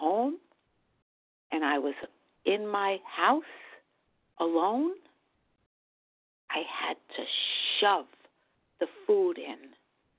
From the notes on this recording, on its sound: from the 100 Pounders Phone Meeting, 1/20/24